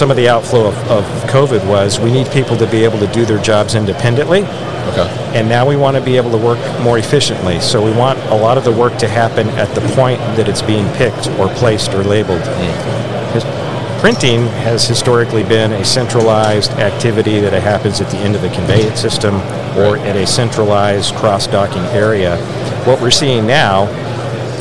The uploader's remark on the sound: Live at ProMat 2023.